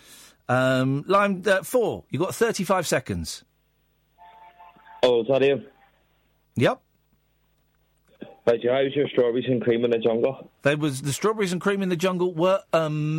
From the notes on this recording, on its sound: Straight to Air all night. On the phone.